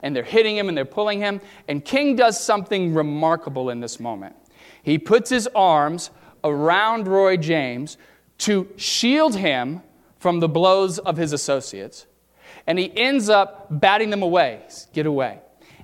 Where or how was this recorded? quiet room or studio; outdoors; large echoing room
large echoing room